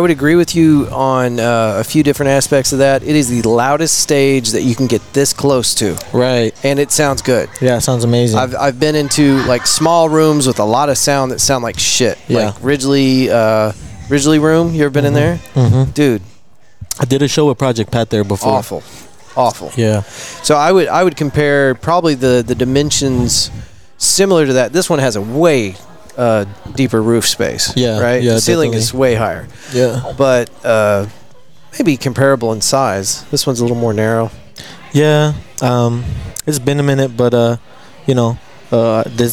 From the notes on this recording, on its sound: We were invited to Tulips for an excellent night of music and podcasting with some of our cities most well-known hip hop artists for this recording.